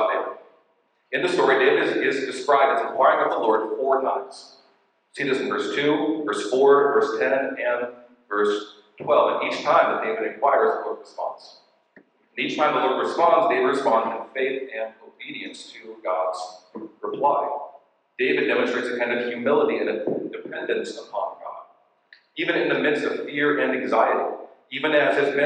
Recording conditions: poor sound quality